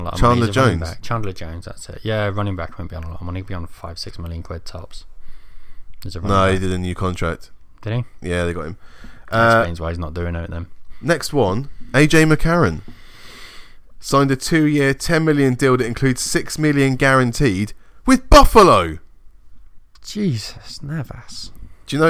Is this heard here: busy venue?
no